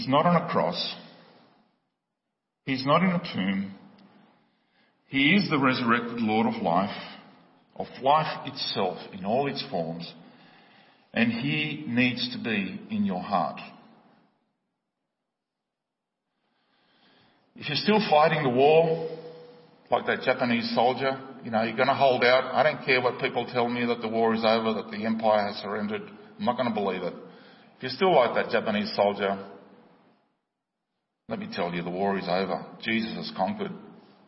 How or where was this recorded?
large echoing room